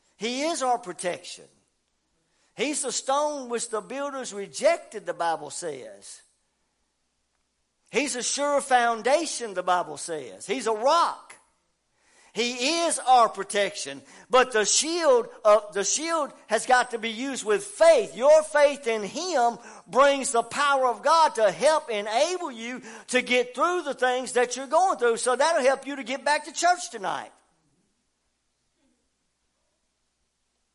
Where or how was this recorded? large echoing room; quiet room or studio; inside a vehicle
large echoing room